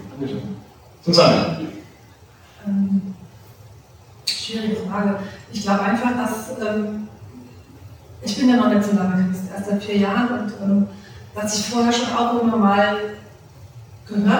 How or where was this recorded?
large echoing room